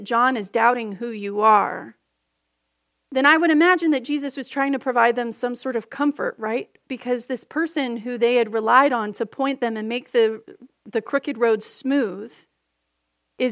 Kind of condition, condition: setting, large echoing room